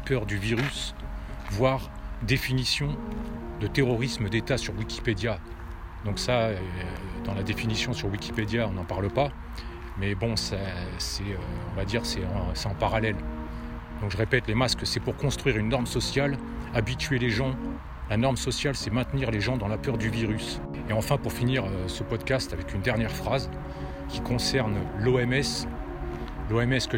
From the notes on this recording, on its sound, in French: Podcast partie 1 enregistré en extérieur